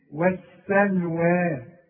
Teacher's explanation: الواو والسين واللام كلها مرققة